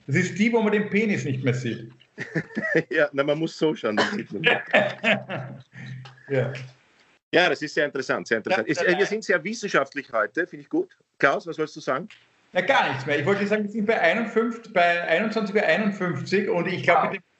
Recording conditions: video call